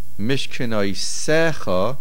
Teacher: In the word Mishkanoisecha, the main stress is on the se, the syllable before the last. · Term: Mil'el